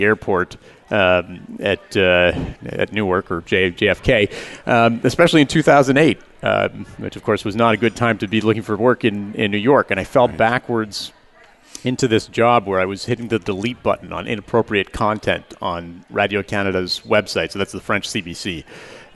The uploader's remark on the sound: Live Broadcast at the The IPBC IGNITE Conference.